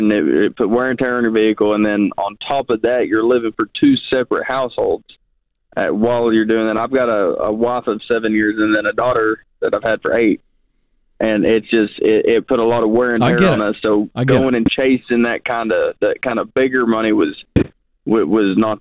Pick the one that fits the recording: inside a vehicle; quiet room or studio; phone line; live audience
phone line